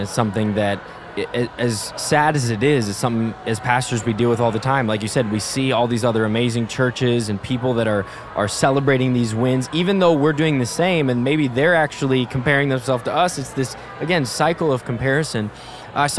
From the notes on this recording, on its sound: One of the speakers at River Valley Conference 2023. This special episode that we filmed live at our Conference lobby.